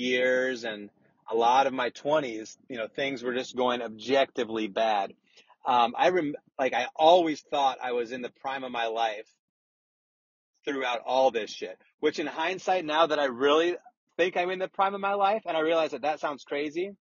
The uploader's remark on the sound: RECORDED WHILE DRIVING AN AUTOMOBILE!